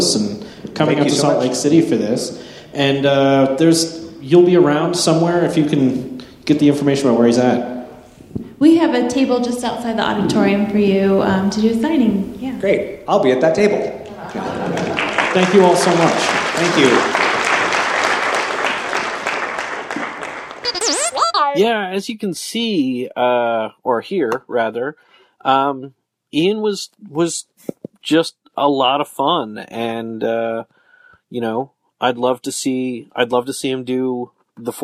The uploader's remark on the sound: The Salt Lake City Library hosted a conversation. This in-depth discussion also took audience questions.